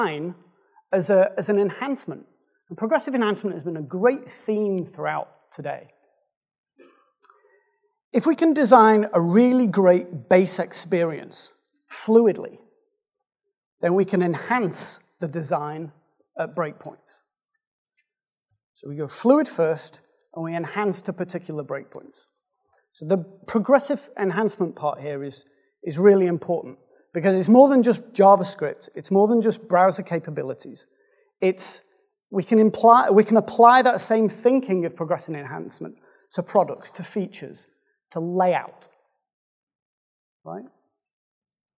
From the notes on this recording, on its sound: Speaking at the Responsive Day Out in Brighton. The Responsive Day Out is an affordable, enjoyable gathering of UK designers and developers.